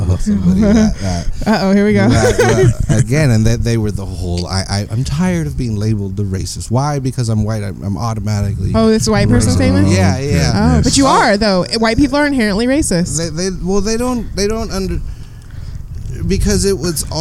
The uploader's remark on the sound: This conversation was recorded outside the Steinbeck Center on a sunny Sunday afternoon.